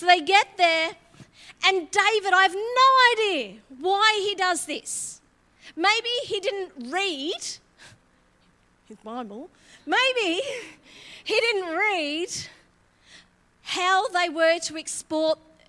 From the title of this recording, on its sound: LIVE at Echo Church